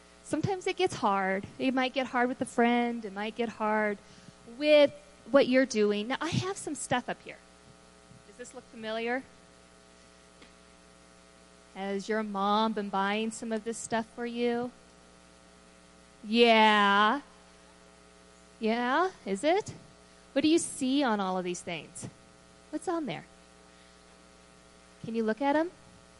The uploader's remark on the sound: Woodland Life Church Live